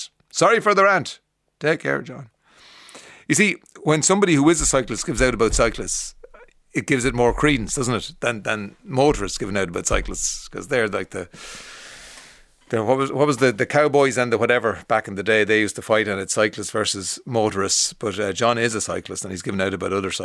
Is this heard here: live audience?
no